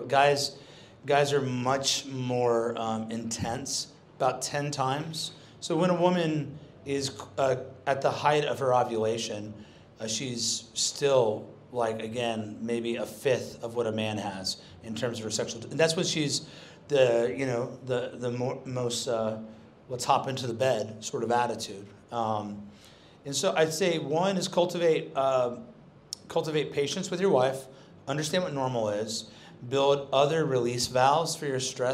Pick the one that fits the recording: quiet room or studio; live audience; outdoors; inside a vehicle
live audience